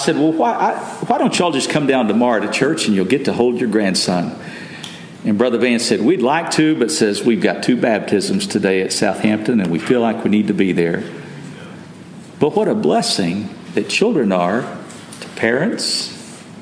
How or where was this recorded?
large echoing room